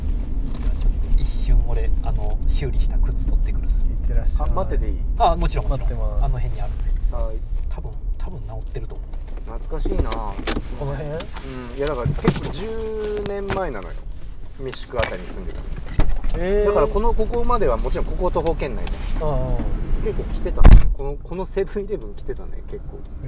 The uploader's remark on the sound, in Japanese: 恒例の移動中録音回。今回車で走っているのは目黒区五本木〜世田谷区池尻周辺の往復です。